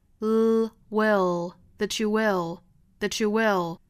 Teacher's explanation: 最后的这个 will 做舌侧音